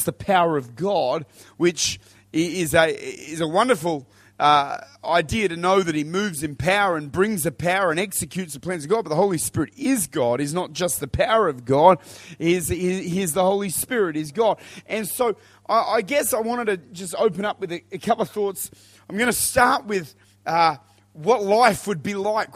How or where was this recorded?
large echoing room